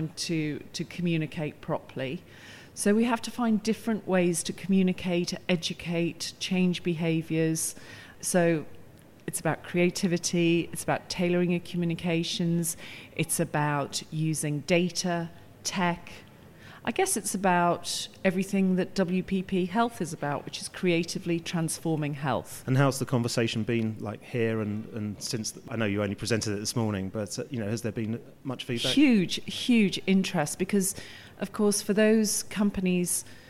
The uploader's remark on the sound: The first of three episodes recorded at the 2019 Cannes Lions International Festival of Creativity.